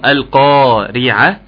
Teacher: خد بالك اظهر اللام كويس، القاف حرف مفخم القارعة، الراء طبعا هتكون مرققة لانها مكسورة، ثم العين المرققة القارعة، ووصلا القارعة.